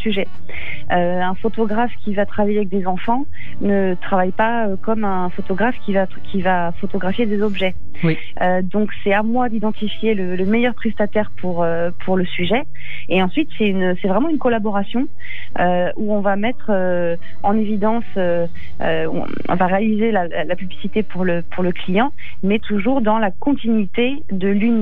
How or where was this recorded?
phone line